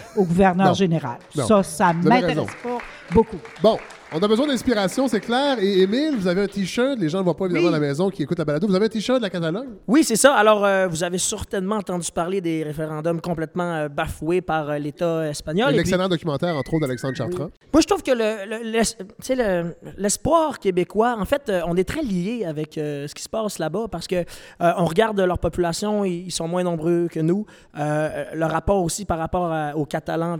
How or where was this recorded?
live audience